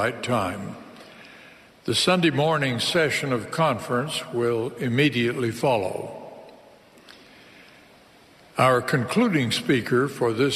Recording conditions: large echoing room